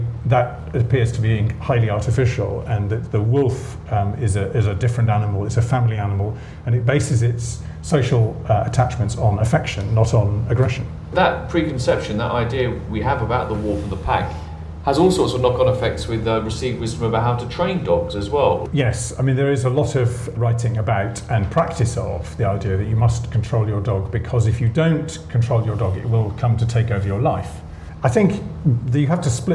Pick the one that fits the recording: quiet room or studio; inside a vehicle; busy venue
busy venue